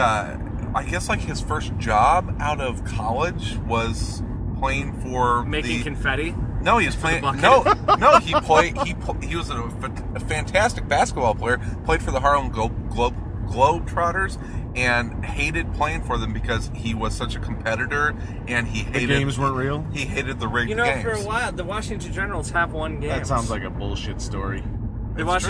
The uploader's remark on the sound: Join three friends as they drive from Chicago to Milwaukee. Travel the treacherous span of I-94.